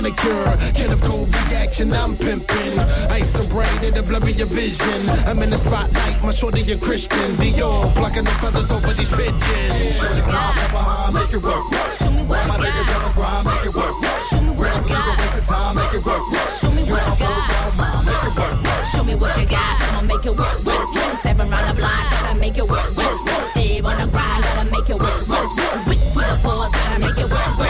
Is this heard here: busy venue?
yes